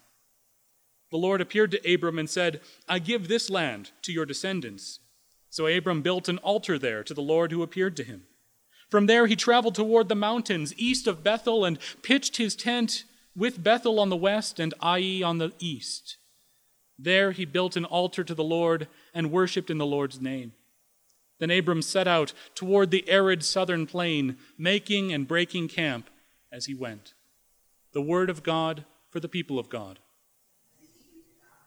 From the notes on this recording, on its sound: Recorded 7/13/2016 at Corona United Presbyterian Church, New Mexico